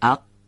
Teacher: اگه بگیم اق میشه انصدادی، یعنی صدا را قطع کردیم و بعد آشکار کردیم یا رها کردیم